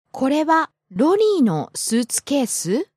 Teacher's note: she just took the intonation up at the end. Even though suitcase ends down, she took it back up.